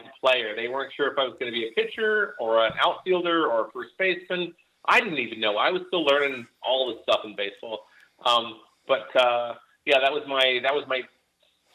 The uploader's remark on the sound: calls into the show from Yakima, WA